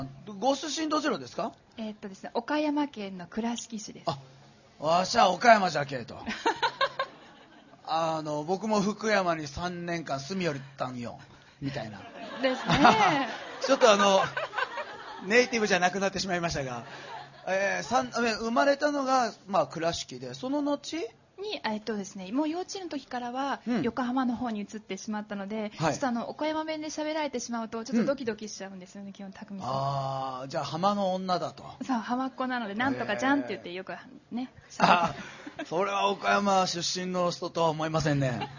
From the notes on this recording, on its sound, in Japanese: 公開収録イベント。TSUTAYA TOKYO ROPPONGIにて開催しました。